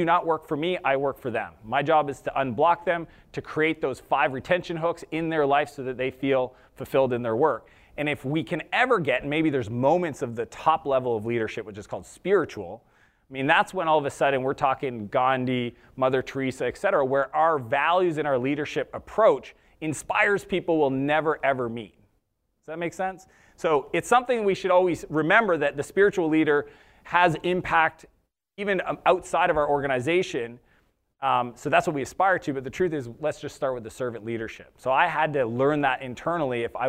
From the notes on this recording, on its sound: This episode was his keynote session from SaaStock West Coast 2019.